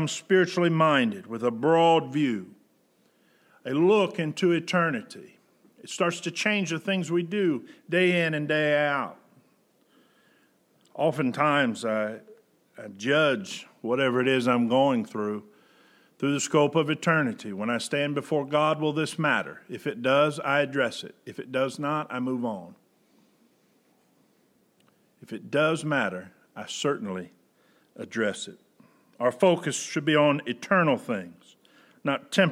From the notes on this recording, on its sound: Preached August 16, 2020 at General Baptist Church God's House of Prayer in Fairborn, Ohio.